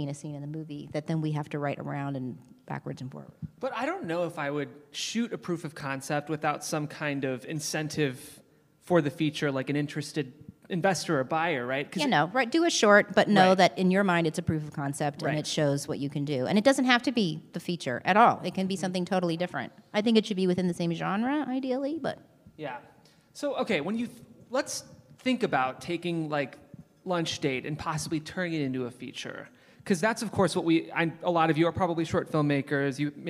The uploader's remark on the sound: LIVE From SLO